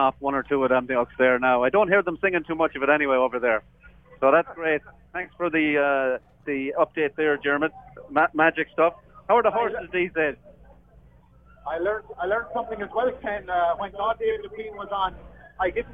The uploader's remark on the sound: The lads call in live from The Irish Embassy Pub Toronto